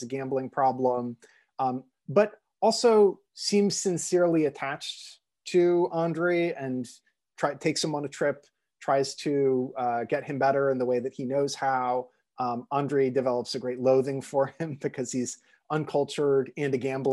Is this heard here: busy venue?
no